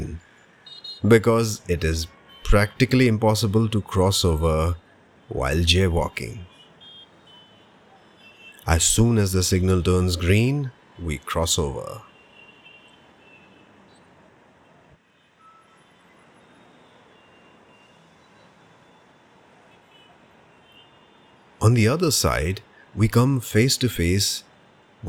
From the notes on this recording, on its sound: Let’s begin our audio walk from one of the most photographed locations in Mumbai. You and I will visit some prominent buildings, landmarks and food joints with actual ambient sounds and noises. Watch your step as we cross streets and avoid traffic as we go about on this storytelling tour around the Flora fountain & Hutatma Chowk in the Fort area of South Mumbai. Book Street Mumbai - A book lovers paradise, the open air book store.